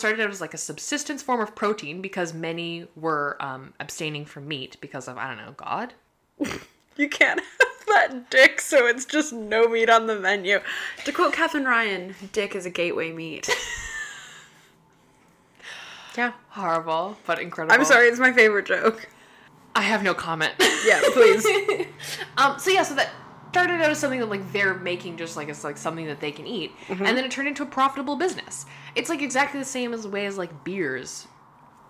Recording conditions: background noise